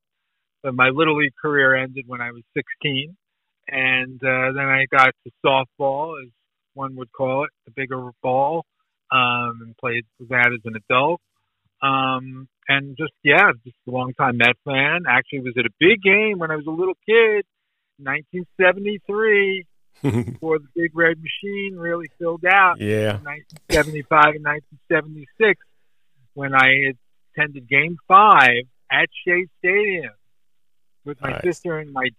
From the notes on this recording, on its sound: Recorded via phone call